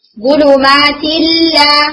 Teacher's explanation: जैसे for example गुलुमातिन ला, तो यहां पर तन्वीन के बाद क्या है, लाम है। अब हम यहां पर गुन्ना नहीं करेंगे गुलुमातिल्ला विदाउट नेजल साउंड